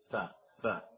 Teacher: الشفة السفلى مع أطراف الثنايا العليا، هذه أطراف الثنايا، أطراف الثنايا السفلى والشفة، تأتي الشفة السفلى على أطراف الثنايا العليا، على أطراف الثنايا العليا، فهذه الثنايا العليا والشفة تأتي هكذا فاء فاء، يخرج منه الفاء فقط.